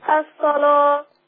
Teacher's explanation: صاد مفتوحة ورش يغلظ اللام